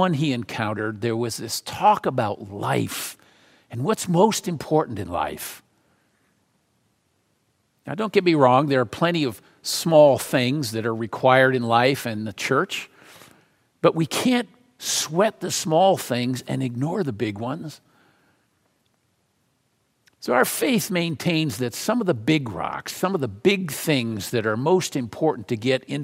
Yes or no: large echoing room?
yes